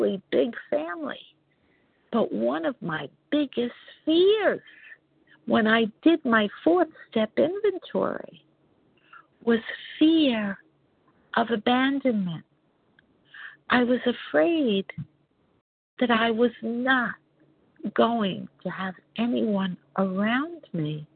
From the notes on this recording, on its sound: 100 Pounders Phone Meeting.